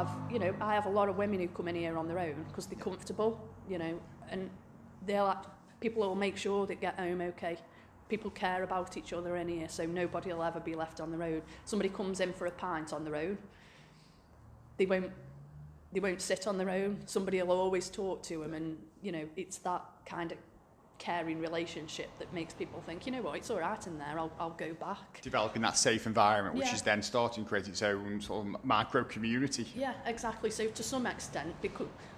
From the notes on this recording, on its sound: The Potteries Pubcast at Swifty's Micro Pub. We call in for a pint and chat about #community #publife with the owner of Swifty's Micro Pub in Meir.